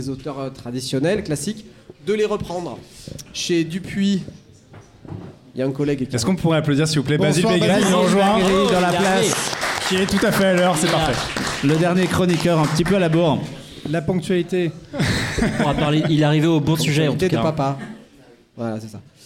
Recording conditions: live audience